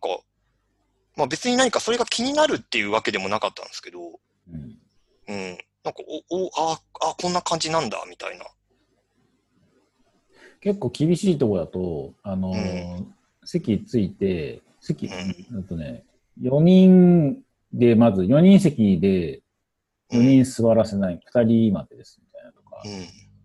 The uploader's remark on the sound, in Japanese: リモート収録